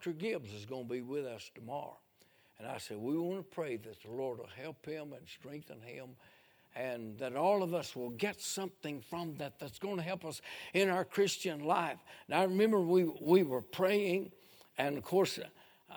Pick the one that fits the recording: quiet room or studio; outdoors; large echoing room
large echoing room